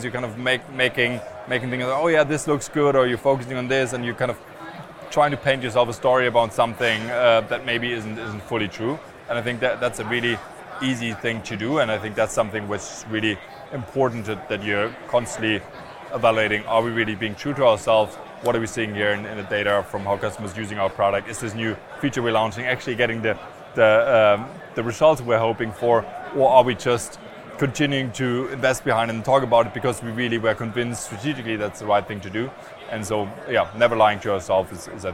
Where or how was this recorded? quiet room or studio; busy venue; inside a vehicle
busy venue